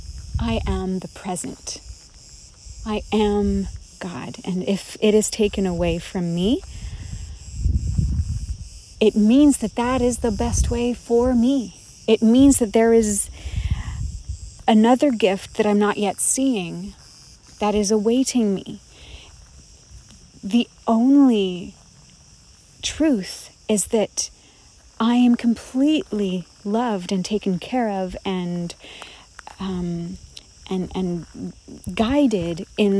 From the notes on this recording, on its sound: Recorded in Crete among the cicadas of a forest.